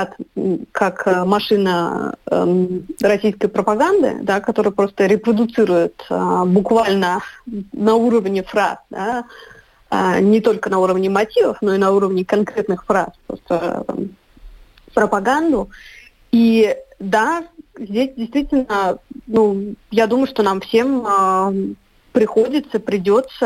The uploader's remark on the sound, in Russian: свяжемся по телефону